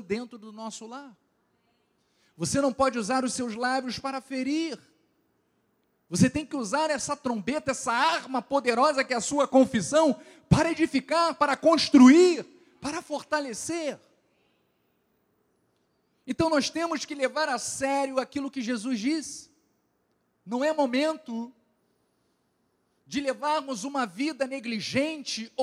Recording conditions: large echoing room